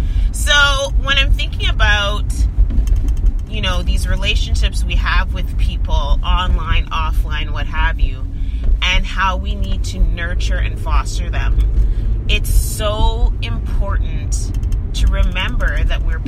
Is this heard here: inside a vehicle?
yes